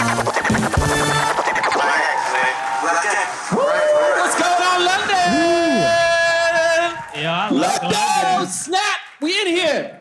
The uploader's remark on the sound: LIVE from London Podcast Festival.